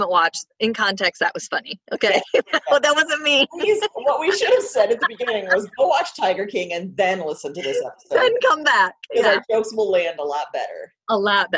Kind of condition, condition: link, video call